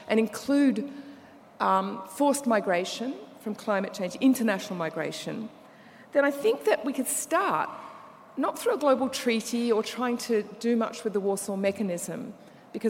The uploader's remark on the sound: Keynote Conversation 3: 'EJ and Climate Governance' from the 'Environmental Justice 2017' Conference, held at the University of Sydney (6-8 November).